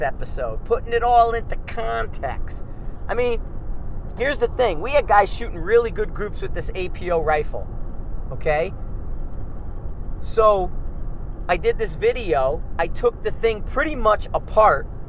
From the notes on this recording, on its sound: Car Trip Context Discussion. In the car on the way home from the range so I decided to drop a podcast.